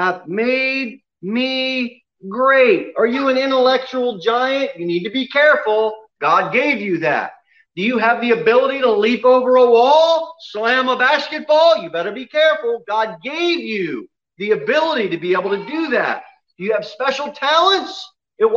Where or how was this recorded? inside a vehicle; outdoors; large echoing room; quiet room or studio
large echoing room